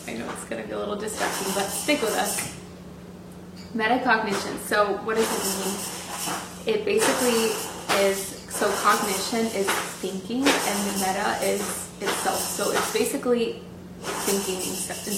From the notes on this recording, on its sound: We apologize for the noise in the background. We accidentally deleted the audio file so we used the audio captured by the camera on this episode.